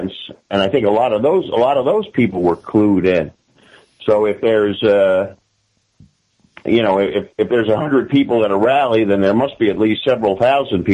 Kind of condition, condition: link, phone line